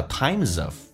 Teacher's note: time 后面加 S 叫做 times,跟 of 有一个连音叫 times of,在什么时期 in times of trouble.